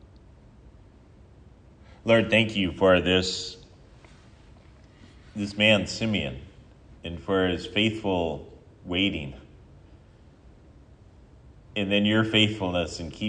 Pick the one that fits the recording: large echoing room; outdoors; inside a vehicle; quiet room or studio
large echoing room